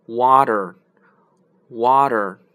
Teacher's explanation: 但是美国人呢就不是这么发，美国人是 waterwater。OK，大家有没有注意到什么规律啊？呃，我直接把规律告诉大家吧，就是啊，如果是一个 T 这个字母呢是夹在两个元音发音的中间，那么这个 T 的发音呢就会啊浊化变成一个 D 的发音，也就是我们刚刚在这里 water water 左边的 T 的左边是 a 是一个元音，后面呢是个。er 也是个元音的发音，所以呢，water 就变会变成 water，就会啊，大家可以把直接把这个 t 呢替换成在心里把它替换成一个 d，所以 w a d e r